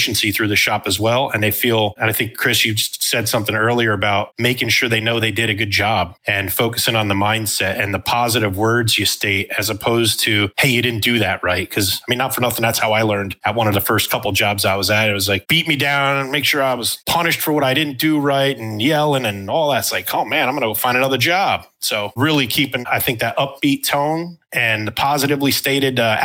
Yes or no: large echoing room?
no